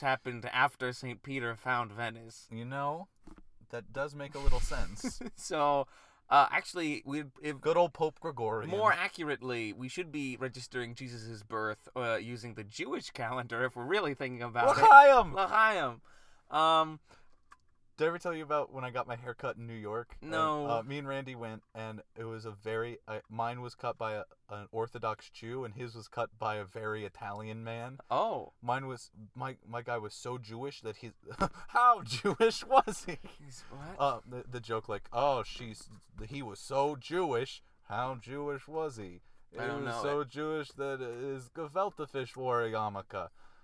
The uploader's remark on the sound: Christmas Carcast